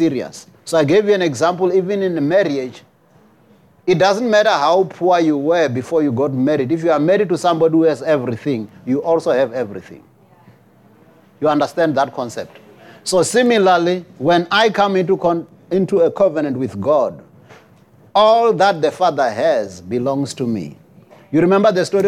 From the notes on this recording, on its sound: preached at Jesus the Saviour Church, 185 Bobs Way, Eersterivier, Cape Town on 03 September 2023